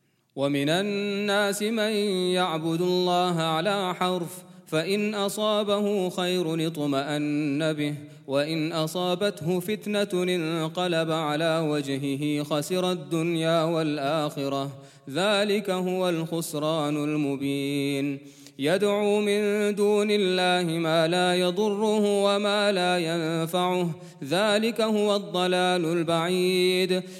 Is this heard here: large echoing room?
yes